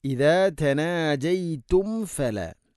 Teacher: ഇദാ തനാജയ്തും ഫല, സാക്കിനായ മീമിന് ശേഷം ഫ വരുമ്പോൾ പരണത്തിൽ ശ്രദ്ധിക്കേണ്ട കാര്യമാണ്, മീമിനെ പൂർണ്ണമാക്കി അഥവാ രണ്ട് ചുണ്ട് തമ്മിൽ തട്ടിച്ച് മീമിനെ പൂർണ്ണമാക്കണം